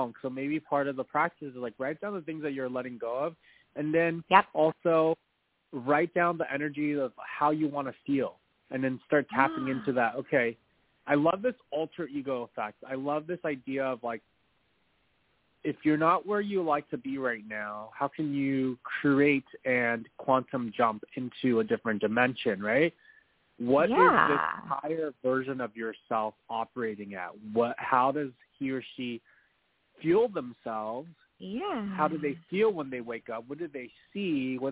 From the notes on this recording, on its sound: As they talk with previously recorded callers. THIS SHOW WAS PREVIOUSLY RECORDED. In this previously recorded episode on Blog Talk Radio.